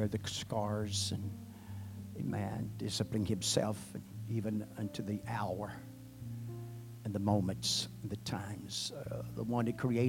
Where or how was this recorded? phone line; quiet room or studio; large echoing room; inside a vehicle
large echoing room